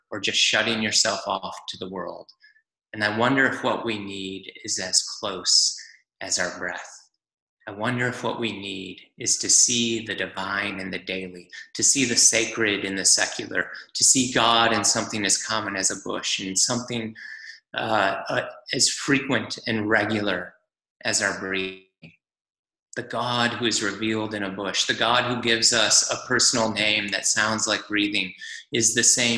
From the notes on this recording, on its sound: Zoom Church.